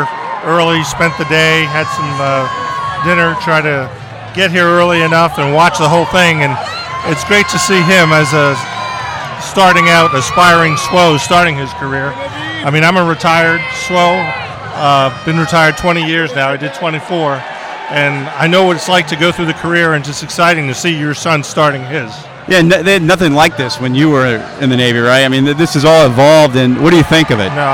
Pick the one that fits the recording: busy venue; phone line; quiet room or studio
busy venue